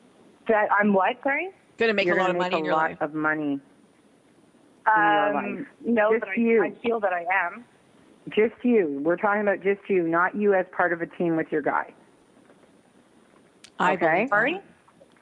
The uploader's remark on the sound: She talked about hauntings and gave live readings to callers.